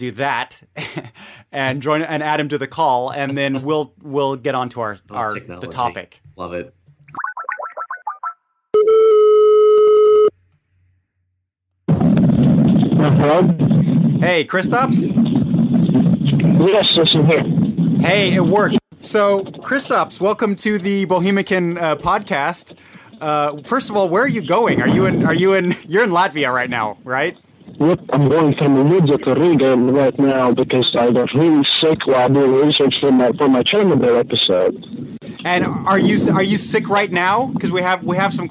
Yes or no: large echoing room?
no